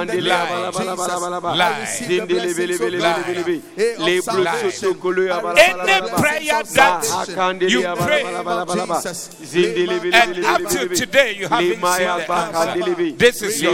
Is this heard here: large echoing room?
yes